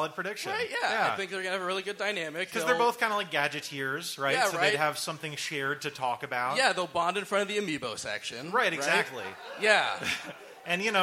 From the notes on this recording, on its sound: LIVE AT THE BEAT KITCHEN MARCH 2019. A direct cut of A Smashing Theory's first ever LIVE EPISODE, performed at The Beat Kitchen in Chicago, IL.